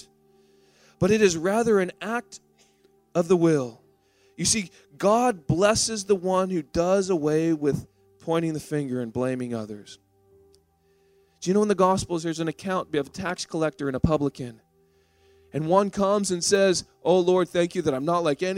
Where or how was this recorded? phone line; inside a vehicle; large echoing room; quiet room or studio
large echoing room